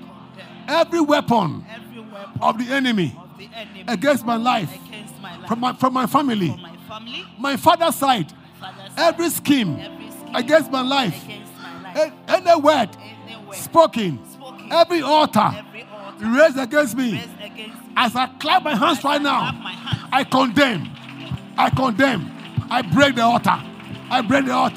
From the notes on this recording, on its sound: Preached at LCC Goshen